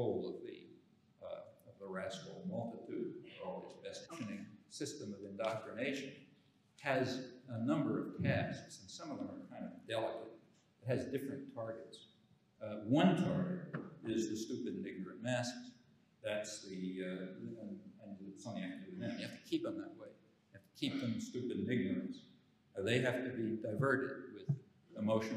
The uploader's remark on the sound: the keynote address at the Self-Determination and Power Conference in Glasgow, Scotland.